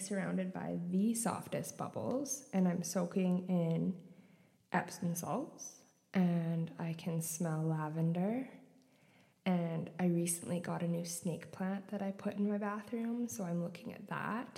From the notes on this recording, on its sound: They told me not to record in the bathtub but I did it anyways. As a busy mom, it can be hard to find quiet time so I figured why not record while taking a bath! Turns out the audio quality is nooooot superior, it sounds like I'm in a cave! Until I figure out a better mic setup, my dreams of recording in the tub are crushed...